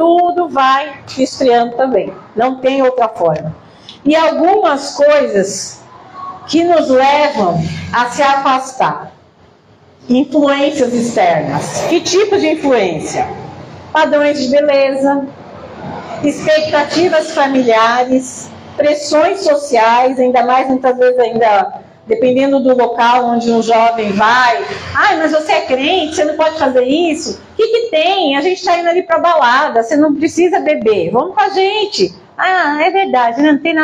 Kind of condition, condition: setting, large echoing room